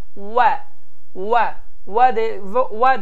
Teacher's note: vav hərfində qabaq kəsici dişlər aşağı dodaqlara dəymir. Və Azərbaycan dilində olan V səsindən fərqli olaraq V, V, V, V deyərək tələffüz olunur və bu da tam bir şəkildə ingilis dilində olan V hərfinin oxşarıdır.